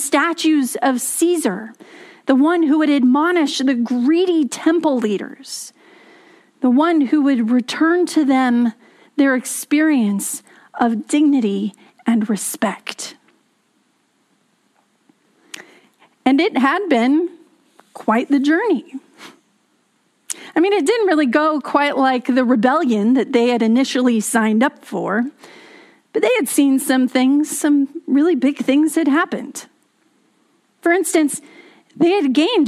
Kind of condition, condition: setting, large echoing room